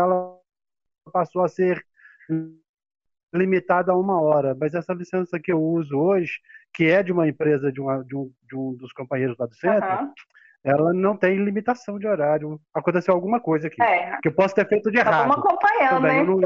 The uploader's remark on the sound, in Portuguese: Gravação com problemas técnicos. A gravação sofreu intercorrências, entretanto, por ser possível captar a mensagem transmitida pela palestrante optamos por disponibilizar com as falhas.